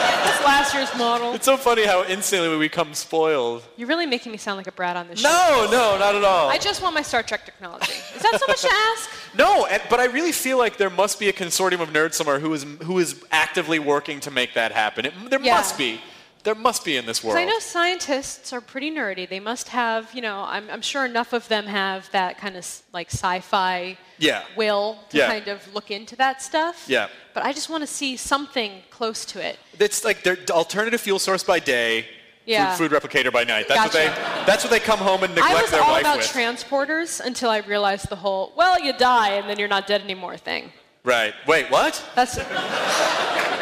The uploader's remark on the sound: Recorded live at the California Academy of Sciences for SF Sketchfest! This was done in the African Hall amidst a collection of animal exhibits. Also, the audio is screwy. We only had access to docent head-mics and they don't record well.